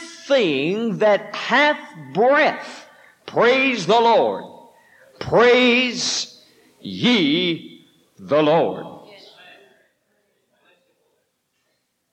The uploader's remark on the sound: This sermon was preached at the Mississippi Church of God Winter Camp Meeting 03/30/1989